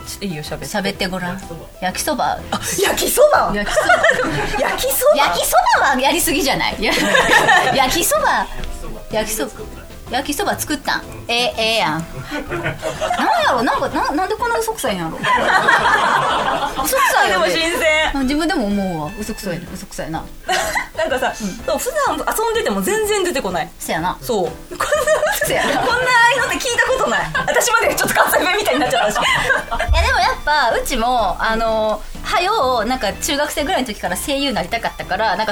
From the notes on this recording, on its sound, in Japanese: 公開収録後半の部をお届けします！